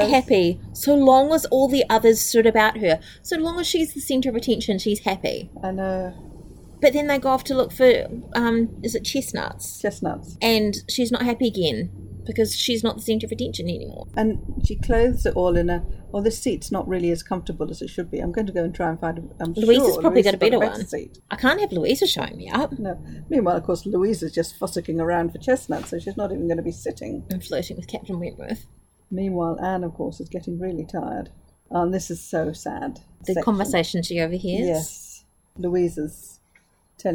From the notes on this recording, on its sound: This was recorded outside so there is a bit of background noise, hopefully it isn't too distracting.